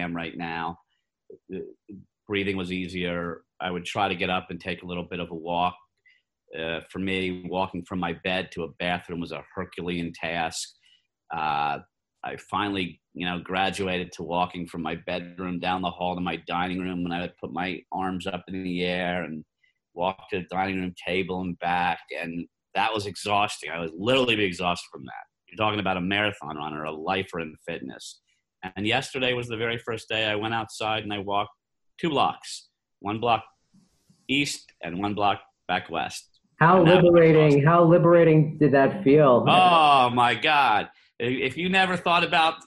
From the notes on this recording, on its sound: via Zoom